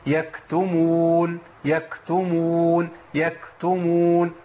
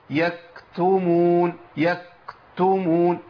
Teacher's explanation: لازم الهمس يمشي مع الكاف وهي خارجة · Shown in: first take · Term: همس الكاف